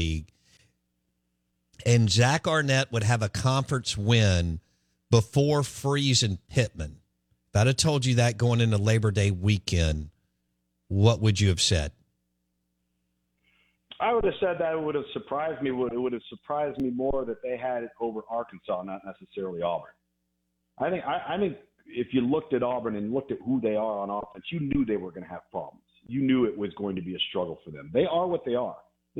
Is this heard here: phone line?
yes